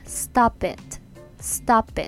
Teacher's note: it は e で母音で始まりますよねそうするとこのリンキングが起こって stop it stop it ってなります